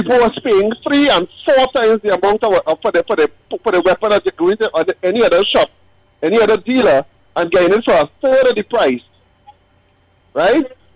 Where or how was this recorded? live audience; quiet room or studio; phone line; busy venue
phone line